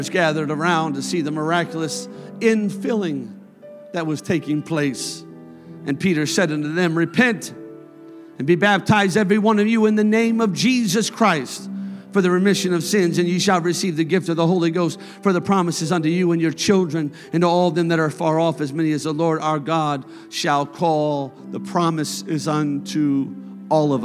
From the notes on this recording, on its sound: a service recording from Connect Point UPC